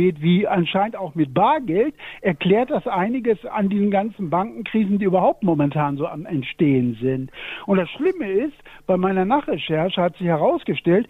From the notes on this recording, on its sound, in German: Live aus dem Krankenwagen. Er sich nur per Telefon aus dem Notarztwagen melden kann.